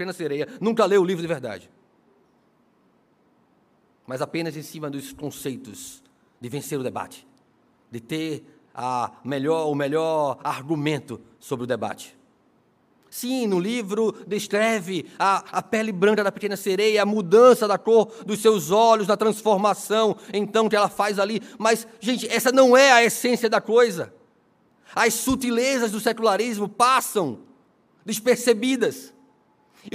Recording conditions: large echoing room